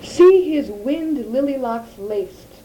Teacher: the word wind-laced is interrupted by lily-locks, and the effect is of a plating of L sounds. You can almost feel the liquid quality of the hair in the wind.